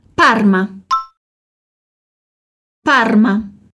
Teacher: Aqui o R é levemente menos vibrado porque é seguido de uma consoante, mas ele é sempre forte, como falam os gaúchos.